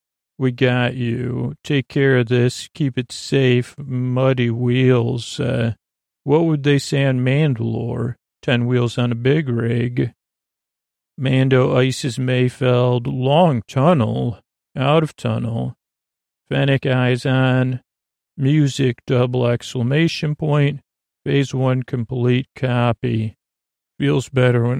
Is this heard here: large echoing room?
no